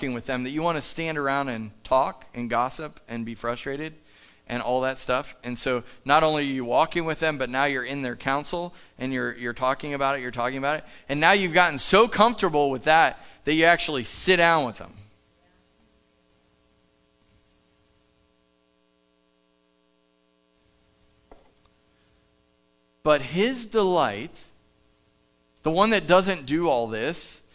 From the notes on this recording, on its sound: Live from The Summit Church in Dover, OH